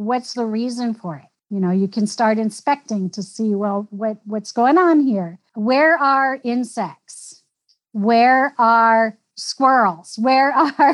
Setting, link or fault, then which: link, video call